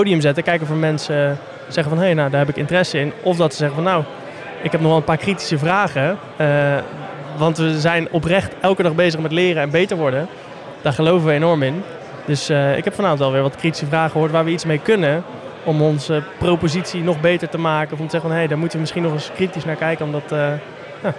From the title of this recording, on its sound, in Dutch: Breda Startup night 4 april Live